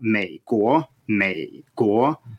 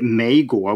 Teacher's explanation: supposed to be a low tone followed by a rising tone · Shown in: first take